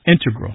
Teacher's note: with the stress on the first syllable